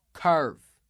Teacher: a very hard pronunciation of the R in that central ER position, making sure that the resonance focuses low front in the mouth and is very dominant in that area, and that there's a lot of energy down toward the lip.